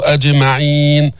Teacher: هنا القلقلة في الجيم الساكنة